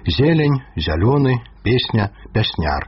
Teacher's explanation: У першым складзе перад націскам «е» пераходзіць у «я». · Term: яканне